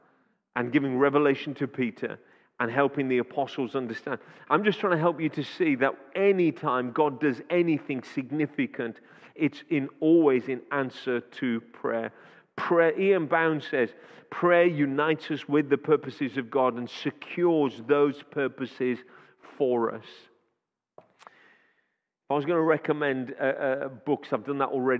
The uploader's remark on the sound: Audio recording taken from Kent Prayer Quake 2021 - Day One, Session Two